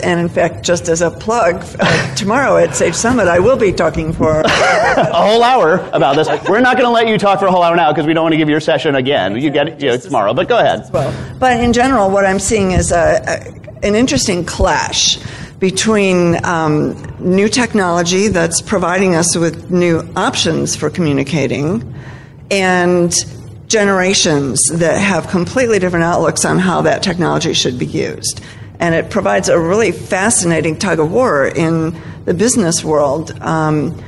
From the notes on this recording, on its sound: Live from Sage Summit. Sage Summit 2017 in Atlanta. A great panel discussion.